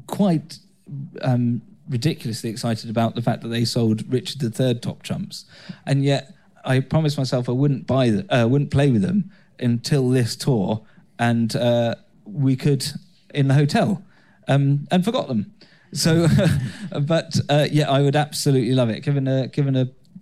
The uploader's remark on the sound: Our live show in Leeds.